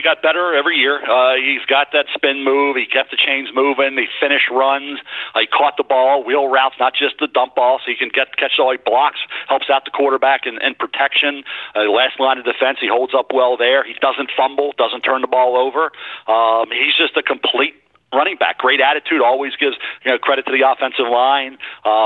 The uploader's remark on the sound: NFL Draft Conference Call.